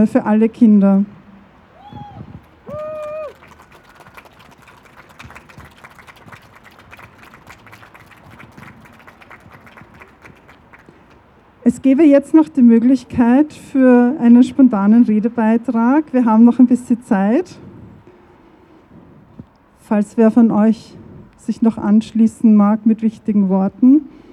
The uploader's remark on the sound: O-Ton Kundgebung für Schutz von Kindern und Jugendlichen mit Variationen der Geschlechtsmerkmale. In Wien.